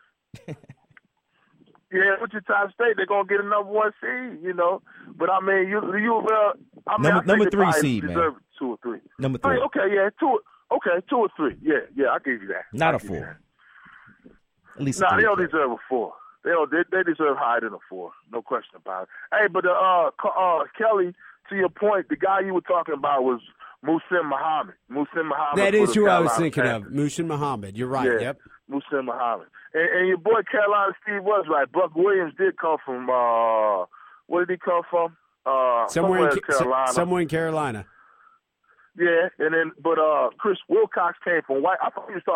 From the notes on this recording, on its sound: calls in from Atlanta